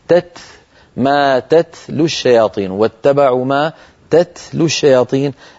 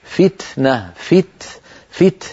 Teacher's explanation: لابد بعد التاء من جريان النفس الذي هو الهمس · Term: همس التاء